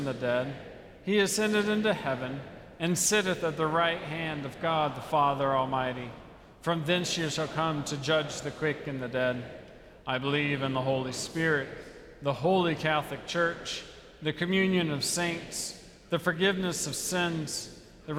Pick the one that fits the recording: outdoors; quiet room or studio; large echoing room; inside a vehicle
large echoing room